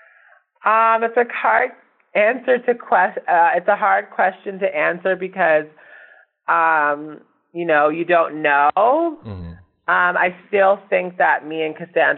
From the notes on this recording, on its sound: phone interview